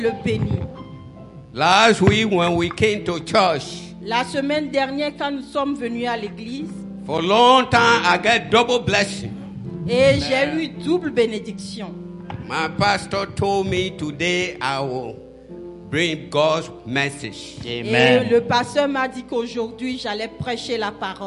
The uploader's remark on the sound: Celebration of Praise and Worship Service.